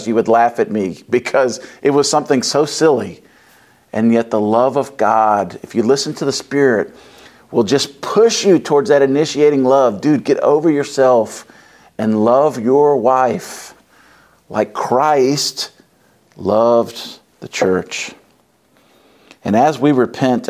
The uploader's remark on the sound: wraps up the Love and Marriage conference at Covenant Church